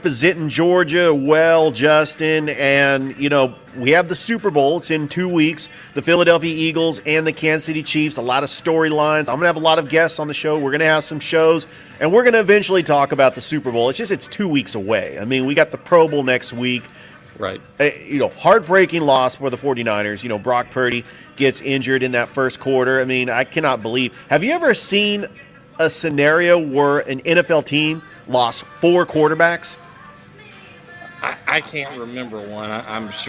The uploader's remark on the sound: Live from Ivy Park Sports Bar and Grill